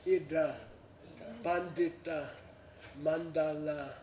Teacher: idra, pandita, mandala. These are all with the retroflex.